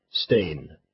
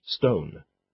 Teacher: The long A vowel is formed further back in the throat than the sound of the long O, which is easier to make, and therefore was substituted for ease of pronunciation. · Term: vowel shift